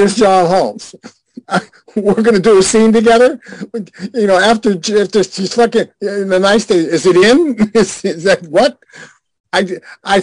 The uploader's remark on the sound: our 4/2/2023 Zoom Show